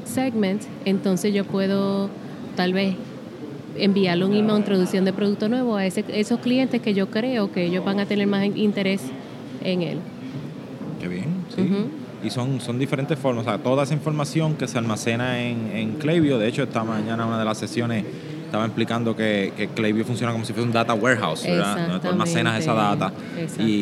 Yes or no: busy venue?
yes